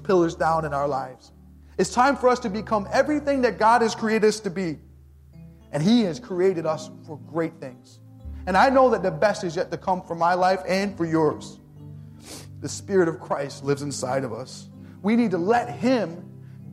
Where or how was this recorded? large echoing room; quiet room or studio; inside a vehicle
large echoing room